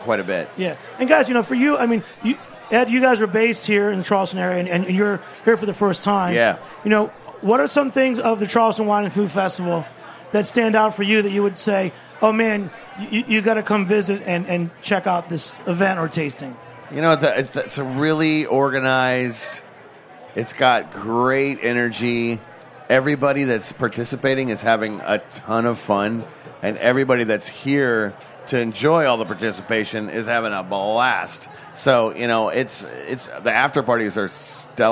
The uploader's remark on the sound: Broadcast from the Charleston Wine + Food Festival. Their kids very patiently hung out for their interview.